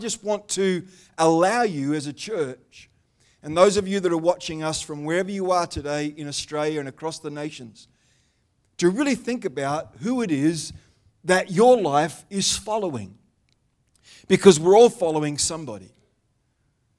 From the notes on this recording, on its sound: The live stream of Destiny Church Atherton.